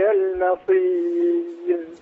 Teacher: لما قلت المصير أيضا رققت الميم فخمت الصاد